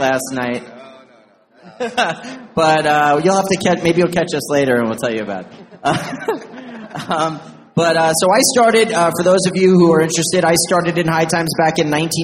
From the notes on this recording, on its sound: In the second of two episodes recorded live on stage at the 2019 Hawaii Cannabis Expo in Honolulu.